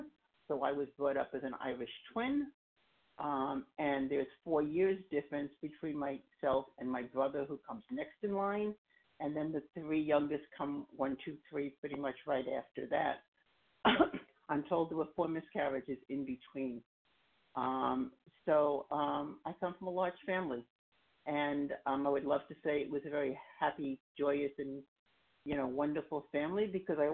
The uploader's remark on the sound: 100 Pounders Phone Meeting